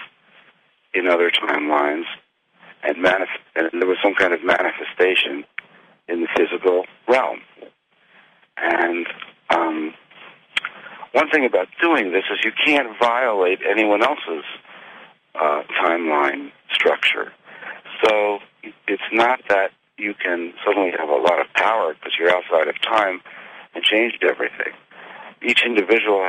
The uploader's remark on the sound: Conference Call LIVE, February 28, 2022